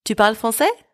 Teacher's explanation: by using intonation, you raise your voice at the end of the sentence